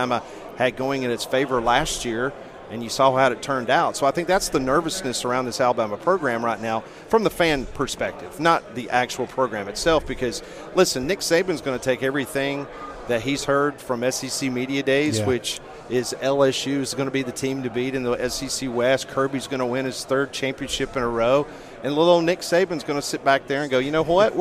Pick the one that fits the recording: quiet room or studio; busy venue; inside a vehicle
busy venue